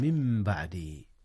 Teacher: جاء الإقلاب هنا يا أستاذنا، حيث النون انقلبت ميما قبل الباء